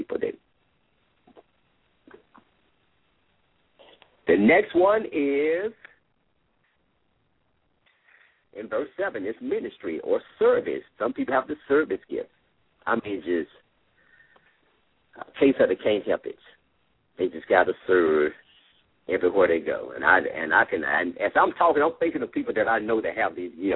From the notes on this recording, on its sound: LML uses a progressive live call in format.